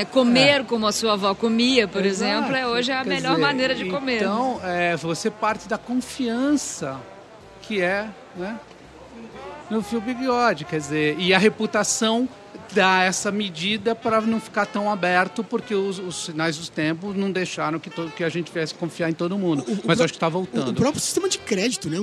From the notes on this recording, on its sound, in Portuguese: Gravado no Festival Path com apoio da cerveja Sol.